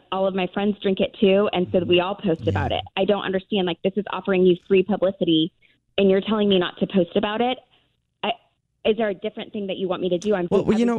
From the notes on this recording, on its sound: Phone Prank!